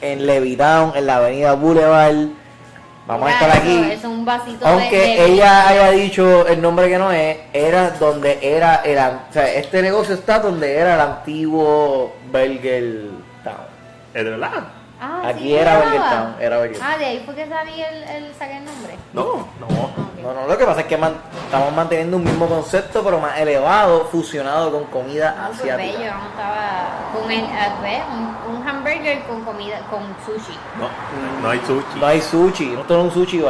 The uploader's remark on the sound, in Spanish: Este episodio lo grabamos en BURGR BLVD 868